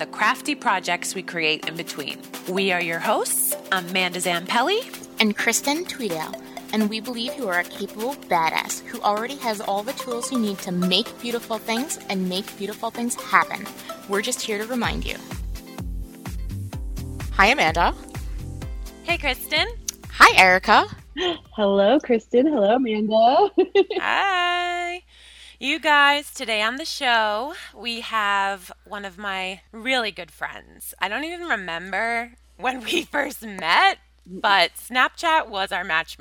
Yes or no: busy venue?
no